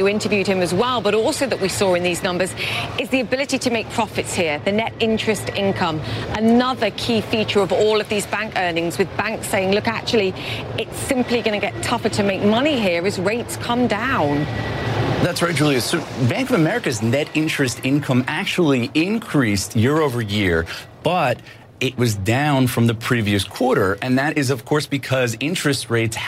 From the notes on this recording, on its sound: Live from the New York Stock Exchange.